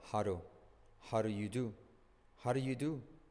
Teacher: How do you do? Pero mira que la D se convierte en una R suave